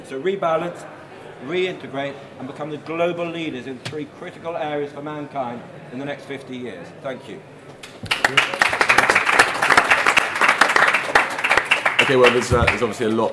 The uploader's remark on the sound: We’re kicking things off with a live recording of a CapX event at Conservative Party Conference.